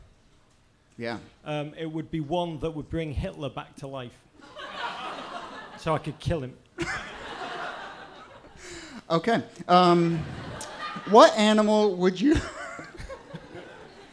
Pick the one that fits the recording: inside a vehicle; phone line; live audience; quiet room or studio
live audience